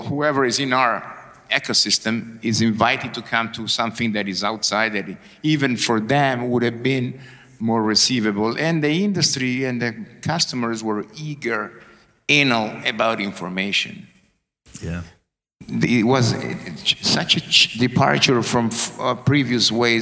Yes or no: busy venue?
yes